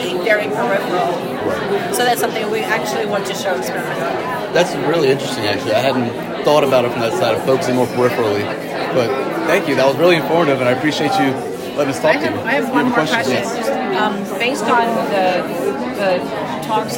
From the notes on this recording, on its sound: Check out "Heard on the Street" recorded during the IDS Paris 2023 Day 1 Poster session.